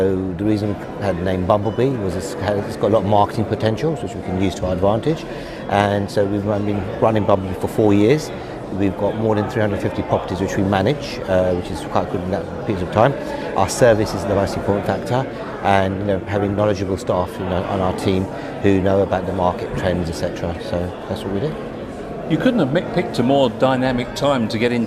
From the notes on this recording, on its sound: talk to a range of property professionals at the Asian Jewish Business Network Conference at the QEII Centre in London